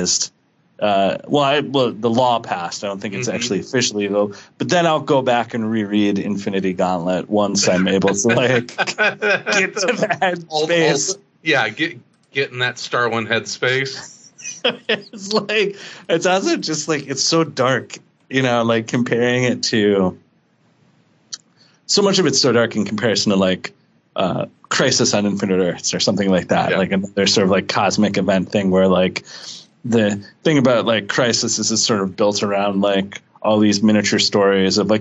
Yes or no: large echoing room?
no